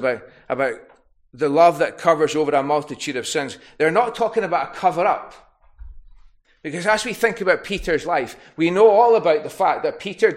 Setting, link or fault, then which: setting, large echoing room